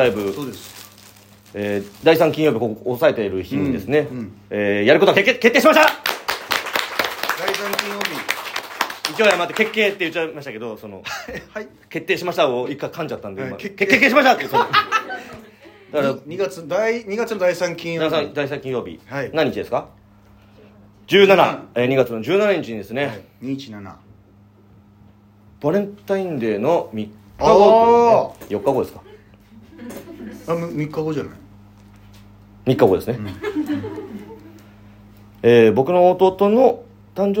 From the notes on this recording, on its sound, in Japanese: 第4回トークライブ公開収録』 from Radiotalk。